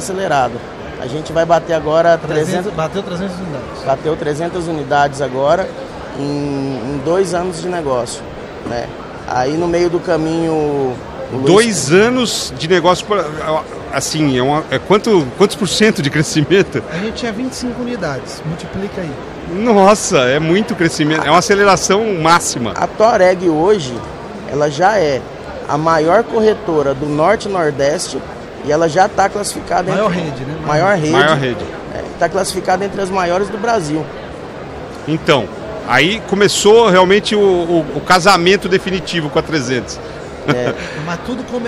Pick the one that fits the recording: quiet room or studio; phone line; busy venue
busy venue